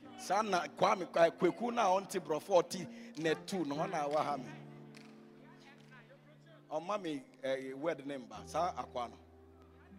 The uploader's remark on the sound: during the Fire Service at the Greater Lover Cathedral